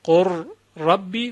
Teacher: مثلا در قل ربی لام یک صوت است و را صوت دیگر. در اینجا میبینیم که لام تبدیل میشود به را و را به را متصل میشه. قل ربی میشود قر ربی و سپس اتصال الصوتین، یعنی اتصال دو صوت، قر ربی. · Term: ادغام